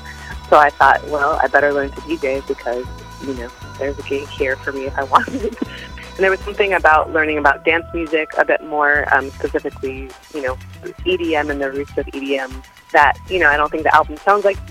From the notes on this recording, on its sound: on the phone